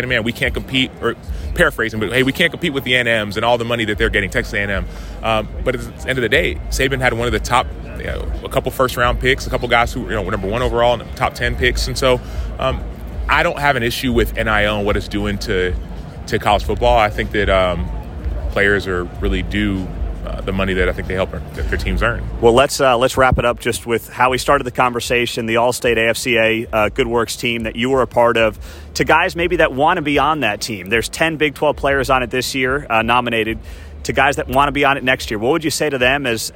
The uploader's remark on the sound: LIVE from Big 12 Football Media Days. Heartland College Sports is AT Big 12 Football Media Days.